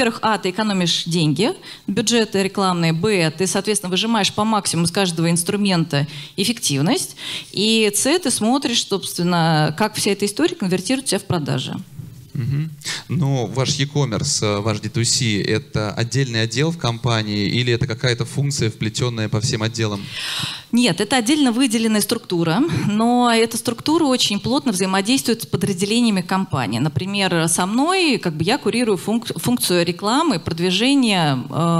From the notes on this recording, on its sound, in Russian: Перед вами запись с конференции D2C Day.